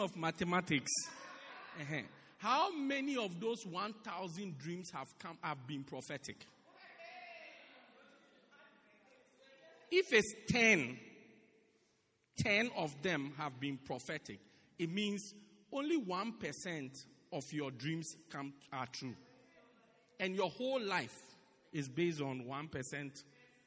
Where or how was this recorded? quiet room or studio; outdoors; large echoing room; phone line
large echoing room